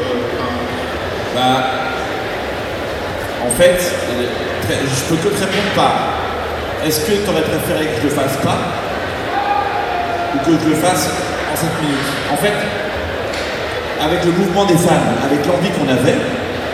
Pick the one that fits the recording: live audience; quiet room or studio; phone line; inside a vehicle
live audience